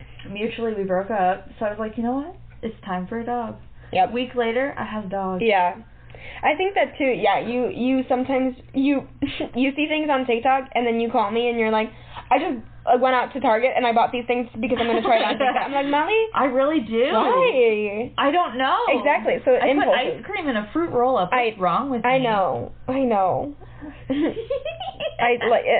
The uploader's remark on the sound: We had a little technical difficulty with our microphone this time around